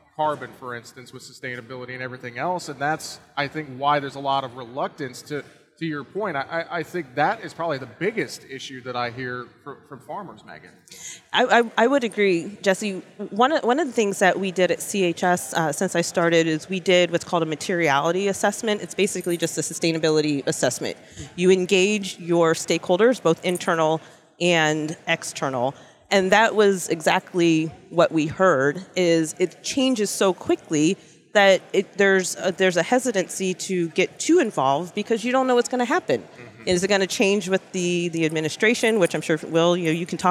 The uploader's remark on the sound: Around the Table at Commodity Classic 2023. Live on the floor of the 2023 Commodity Classic in Orlando, FL.